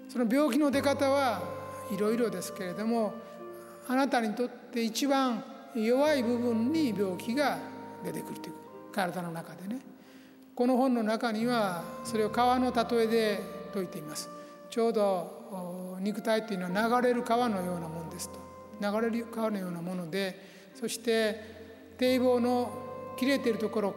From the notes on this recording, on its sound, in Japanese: 山口県防府市にて行った、公開収録の模様をお届けします。